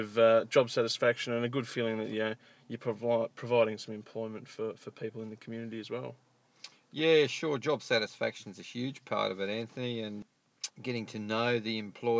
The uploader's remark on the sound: Irecorded this interview while we sat in my car using nothing but a lapelmicrophone plugged into my iPhone!